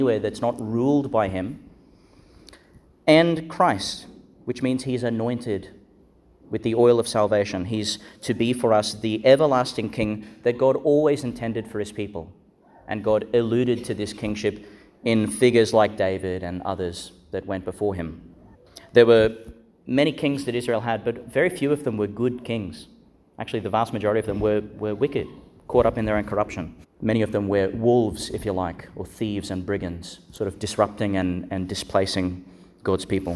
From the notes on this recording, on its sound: Homily for the Fourth Sunday in Eastertide, delivered in Our Lady Star of the Sea Catholic Church, Gladstone Qld.